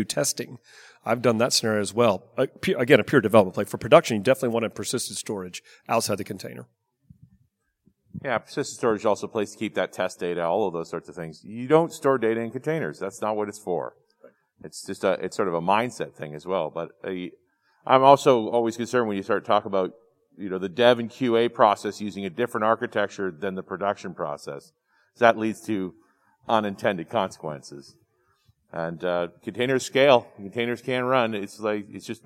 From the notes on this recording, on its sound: Back in Las Vegas and in person, this is the Q&A session from the SQL Server & Azure SQL Conference. Fielded questions from an audience of database professionals and developers.